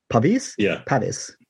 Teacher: stress in the second syllable and the A pronounces A.